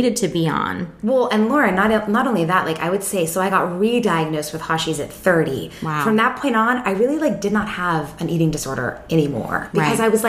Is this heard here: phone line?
no